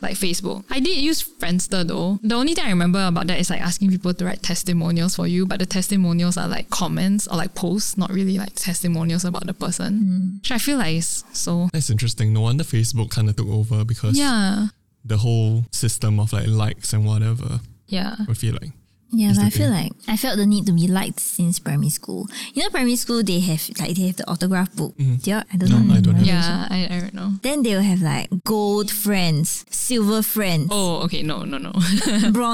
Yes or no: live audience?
no